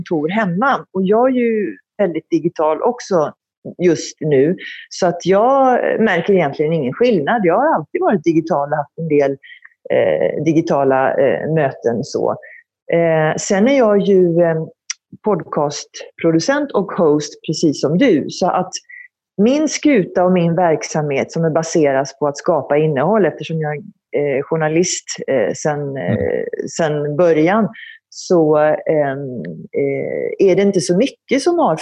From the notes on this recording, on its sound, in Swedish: Samtalet spelades in via Zoom